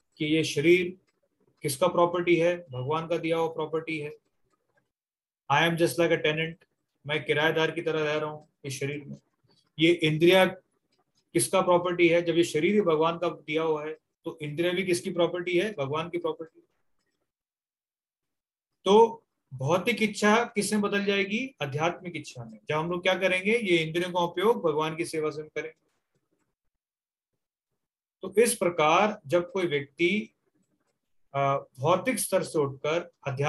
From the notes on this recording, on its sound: Zoom recorded class